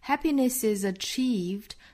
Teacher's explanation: is 尾部的是一个浊音 z